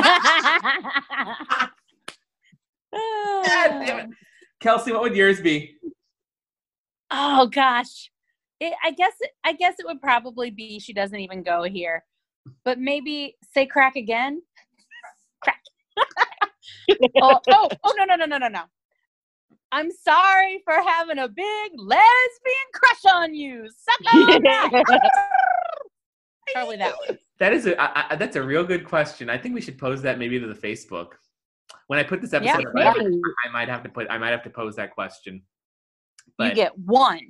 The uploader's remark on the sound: We're back amid the COVID-19 pandemic as we do our best with Zoom to deliver you an episode.